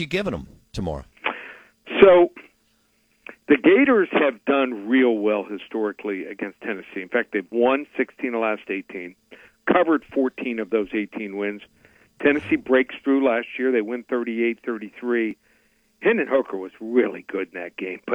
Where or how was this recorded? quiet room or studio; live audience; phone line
phone line